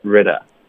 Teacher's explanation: of 的 z 音我们就省了，我们就连读 ridof， get rid ofget ridof，OK，然后后面呢 you 没有变化，那就是 get rid ofyou。